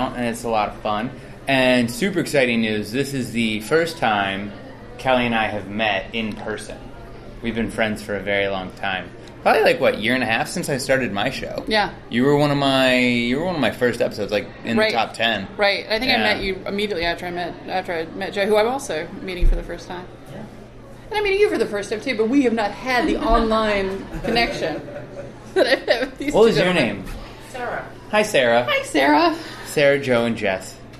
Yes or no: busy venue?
yes